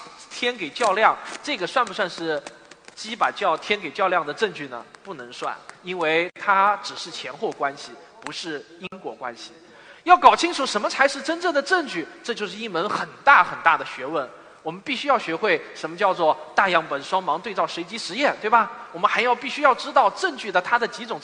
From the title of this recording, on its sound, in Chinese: 429理性的力量科普演讲会现场实况录音